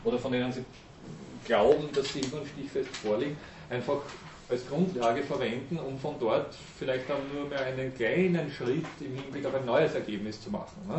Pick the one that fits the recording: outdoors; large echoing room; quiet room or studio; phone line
large echoing room